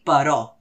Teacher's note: La tònica és la O, no la E.